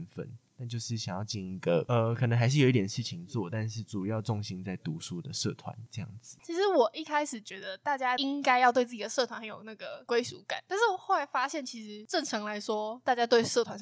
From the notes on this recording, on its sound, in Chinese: 這集的收音設備有點破爛但我們下次會改進的